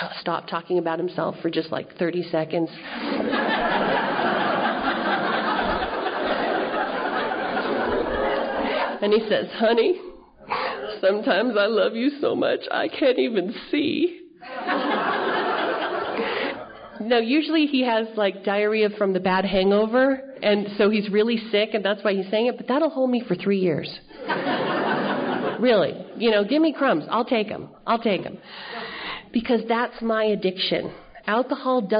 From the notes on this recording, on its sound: telling her story at the 30th Annual Crested Butte Mountain Conference held in July of 2013